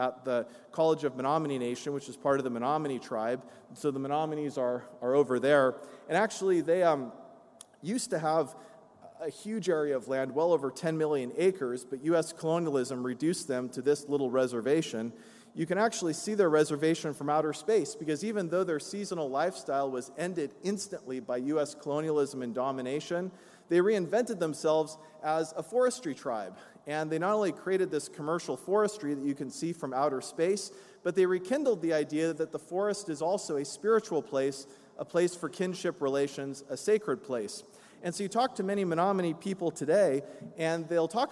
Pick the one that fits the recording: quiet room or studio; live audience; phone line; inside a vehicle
live audience